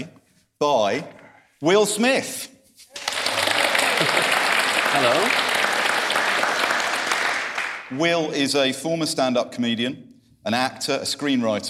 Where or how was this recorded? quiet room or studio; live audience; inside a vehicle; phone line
live audience